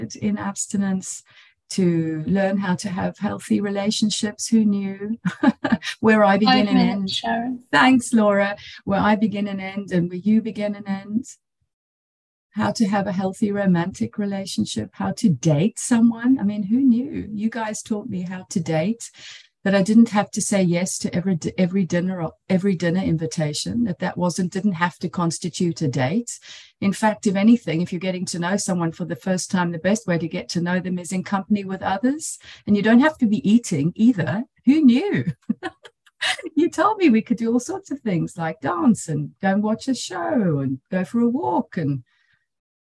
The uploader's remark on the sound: She spoke on the Sunlight of the Spirit Zoom meeting.